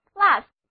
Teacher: 里我们发现了，当我们表示加上加的时候，我们使用动词 plus, P-L-U-S, U 字母发啊的短音，单词就读作 plus